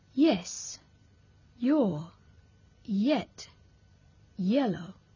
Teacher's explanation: Es muy breve y arranca de una posición cerrada y sin fricción para pasar rápidamente a otra posición vocálica. · Term: glide